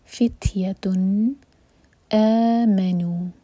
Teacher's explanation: اور جس طرح کی تنوین ہے یہ پہچان ہے کہ یہاں ہمیں اظہار کرنا ہے. اظہار کا مطلب ہم نے نون کی ساؤنڈ کو کلیئر پڑھنا ہے، نہ ہی ہولڈ کرنا ہے اور نہ ہی باؤنس ہونے دینا ہے